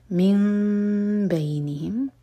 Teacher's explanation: نون میم میں چینج ہو رہا ہے، اقلاب ہے، میم کو ہولڈ کریں گے پھر با پڑھیں گے